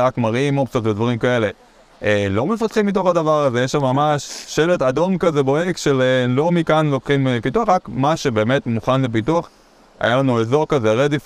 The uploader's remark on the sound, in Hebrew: להקלטה מיוחדת ישר מחוף הים